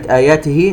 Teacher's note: كلمة آياته نجد أن الهمزة تقدمت على حرف المد الألف، مد بدل يمد بمقدار حركتين